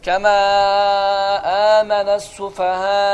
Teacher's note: Əgər meddul muttasıl olarsa və sonunda həmzə olarsa və burada dayanmaq istəsən, artıq yəni, uzadırsan, mən məsələn belə, kəmə əmənə sufəhə və birdən belə dayandırırsan nəfəsi. Çünki həmzədir.